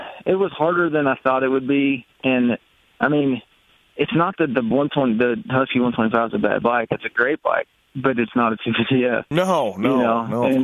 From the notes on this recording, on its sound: on the phone